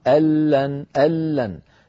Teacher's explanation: الآن الكلام على كلمتين جديدتين، كلمة أن مع كلمة لن، أن مع كلمة لن، أن لن، أن آخرها نون ساكنة، لن أولها لام، فاجتمع في النطق نون ساكنة بعدها لام، ونحن نعلم بأن النون تدغم في اللام · Term: مدغمة